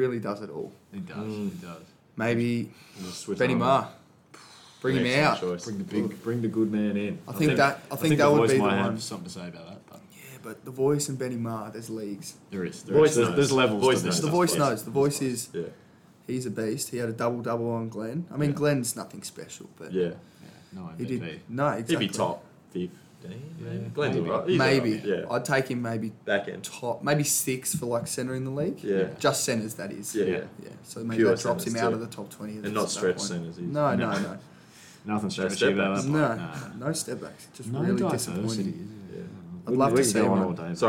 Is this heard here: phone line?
no